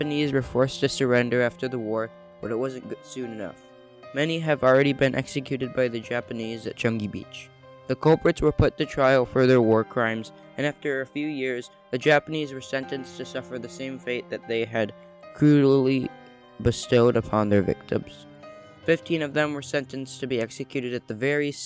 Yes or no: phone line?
no